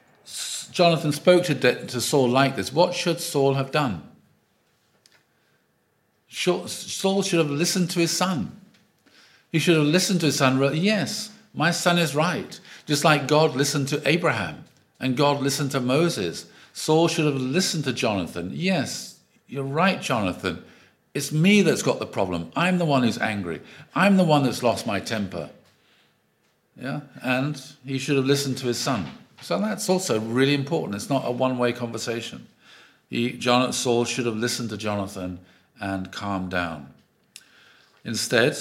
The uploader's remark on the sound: Audio from a sermon in Hatch End.